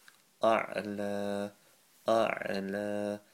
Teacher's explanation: Alif first, ayn from the throat second.